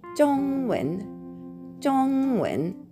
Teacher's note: れはこれという意味の中国語になります中華発音記号は ZHE そして GE 中華中は第4声上から下へ急降下する音そして次の「く」は形成となりますので軽く添える音になります这个そしてこれもう一つ発音がありまして这个以外にイ个というふうに言うこともありますどちらでも構いませんそして2つ目の単語これは中国語という意味の単語になりますがンウェンという言い方になりますね中国の中という漢字と文章の文2文字で中国語という意味になります発音記号は ZHONG 第一声高く平たくを伸ばす音に続いて WEN 下から上に吊り上げる第二声が来ます